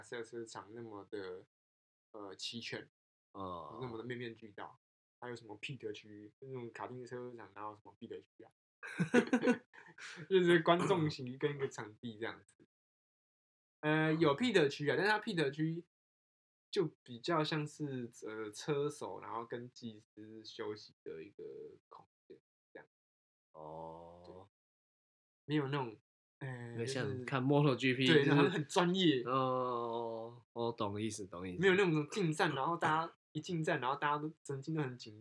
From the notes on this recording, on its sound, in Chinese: 這集收音有些問題，敬請大家見諒